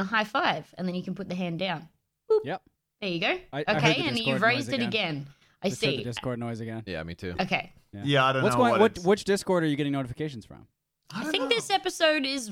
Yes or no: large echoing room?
no